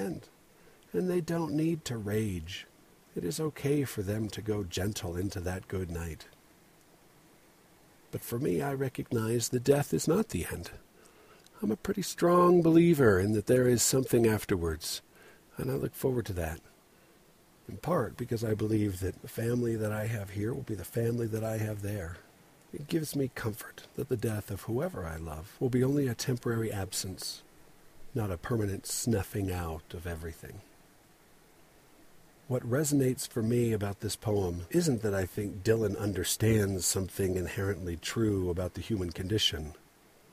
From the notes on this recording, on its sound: Recorded in my father's-in-law truck on a dirt road between Spanish Fork and Springville, on my way to Hobble Creek. It was raining, and I decided to turn around, but the road was deserted so I just stopped right there and recorded this episode.